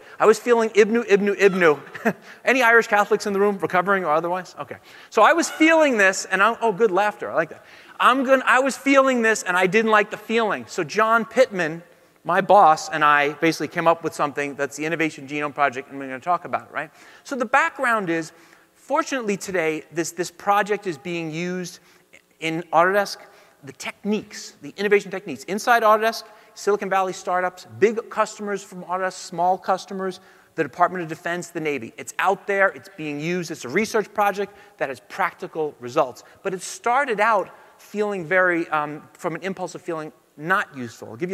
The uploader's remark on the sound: Talk at Autodesk University.